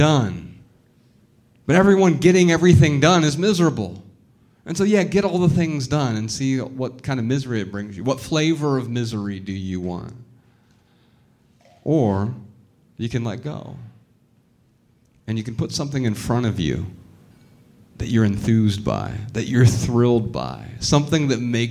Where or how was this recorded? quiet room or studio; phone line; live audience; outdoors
live audience